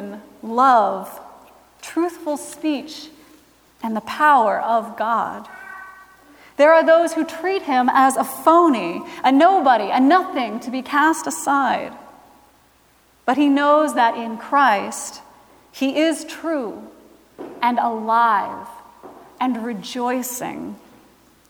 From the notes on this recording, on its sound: Recorded Feb 26, 2017 at Trinity Presbyterian Church in Bibxy, Okla.